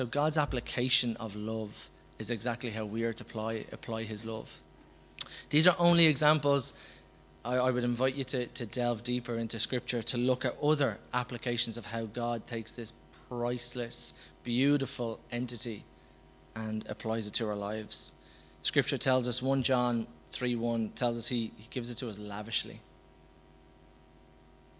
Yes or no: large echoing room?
yes